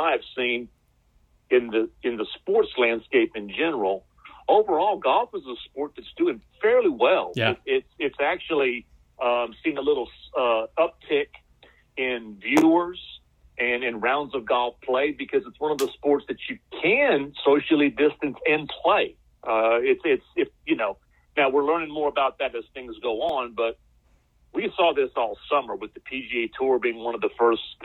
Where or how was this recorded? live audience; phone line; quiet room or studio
phone line